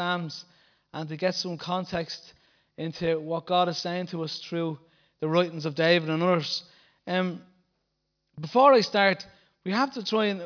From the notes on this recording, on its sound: Recorded live at Liberty Church on 7th April 2019